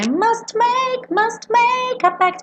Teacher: Como eu tô fechando a minha boca ali pro M para fazer o make depois do must, esse T não aparece.